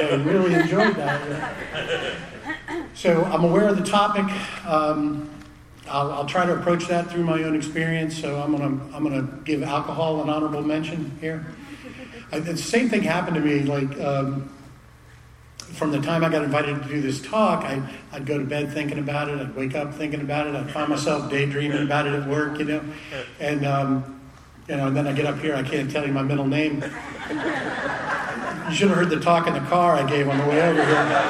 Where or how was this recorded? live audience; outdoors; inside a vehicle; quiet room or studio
live audience